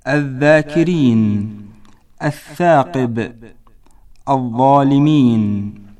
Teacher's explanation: طاء مخرج الحروف اللثوية، وهي الذال والثاء والضاء، ويكون مخرجها من بين رأس اللسان وأطراف الثنايا العليا